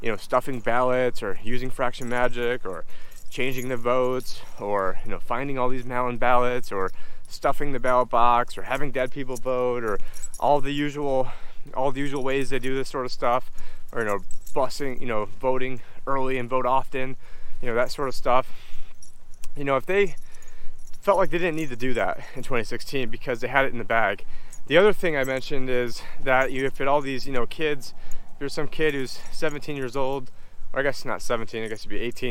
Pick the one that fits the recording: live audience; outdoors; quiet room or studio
outdoors